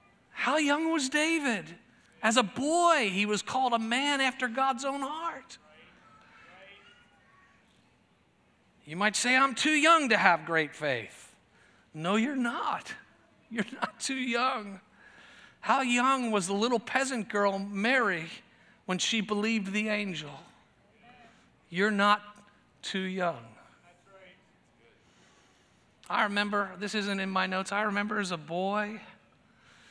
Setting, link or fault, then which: setting, large echoing room